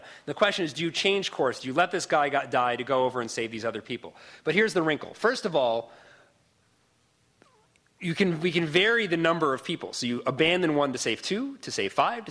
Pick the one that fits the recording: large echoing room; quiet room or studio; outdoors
large echoing room